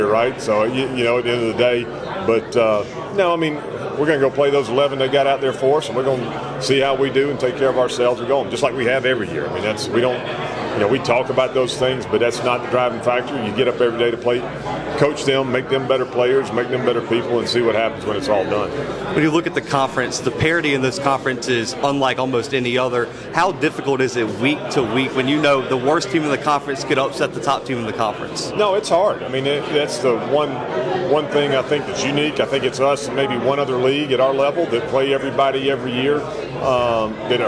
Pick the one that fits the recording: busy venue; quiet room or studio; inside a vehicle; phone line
busy venue